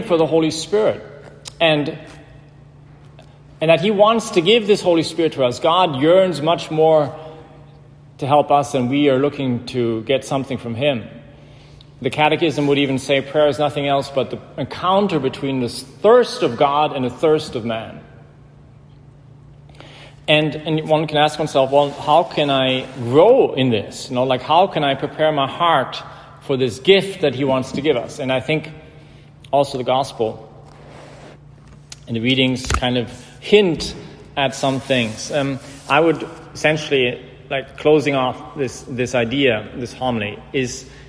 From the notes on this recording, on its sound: in "The Church of the Epiphany" in Georgetown, Washington gehalten hat.